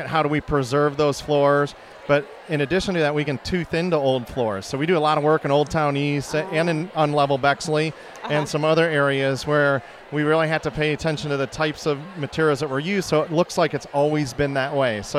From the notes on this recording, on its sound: from Girls Night Out at The Shops at Worthington Place